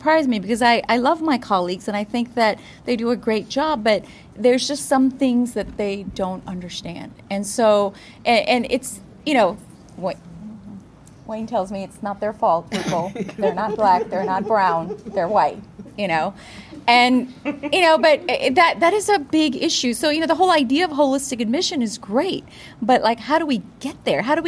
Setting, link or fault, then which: setting, busy venue